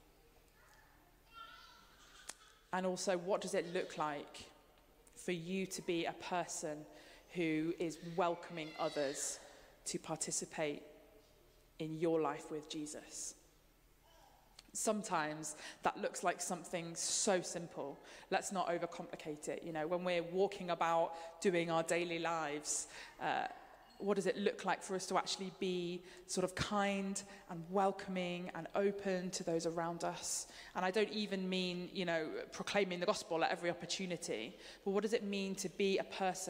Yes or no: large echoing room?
yes